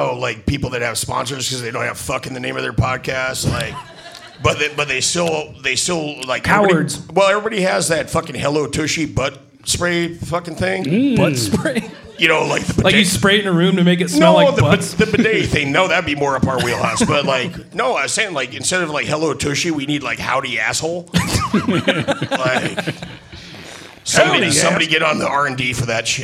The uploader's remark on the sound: Live from the Rendezvous. Recorded with the History Boiz podcast!